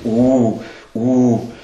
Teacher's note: U ist eng, wird ja auch, wenn wir sprechen, wird der Mund ganz eng, wenn man stark antönen lässt, zieht sich sogar, spürt man das da so unten auch, wie sich alles zusammenzieht.